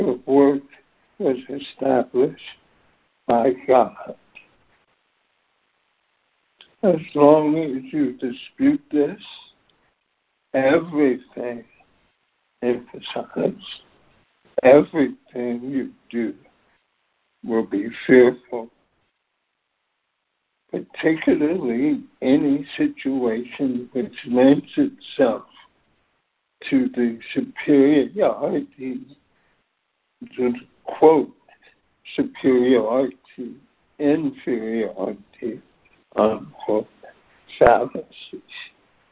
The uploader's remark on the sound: ACIM Daily Conference Call.